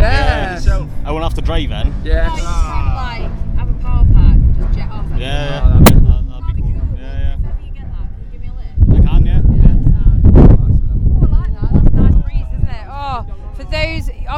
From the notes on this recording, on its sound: Sorry about the wind noise, I lost my muffler haha.